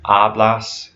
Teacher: in each one of those three conjugations, you stress the first syllable